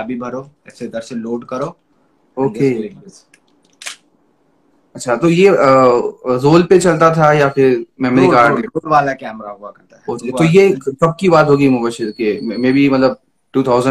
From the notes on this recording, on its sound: Recorded live on Instagram at 9 PM on 19 August, 2021.